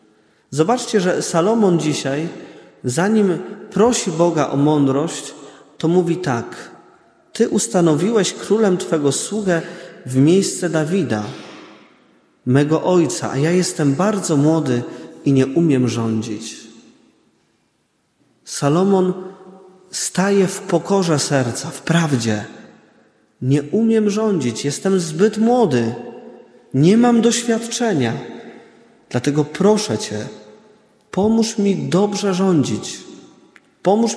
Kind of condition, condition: setting, large echoing room